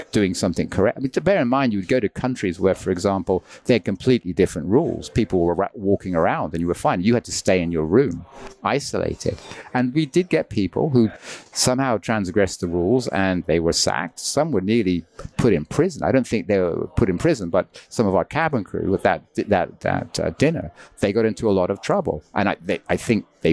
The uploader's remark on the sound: Recorded live at Elephant Grounds Café in Causeway Bay, over a cup of tea.